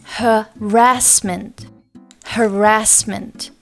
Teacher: The word harassment, the stress is on the second syllable. The first A is a short uh sound, and the second A is a long flat ah sound.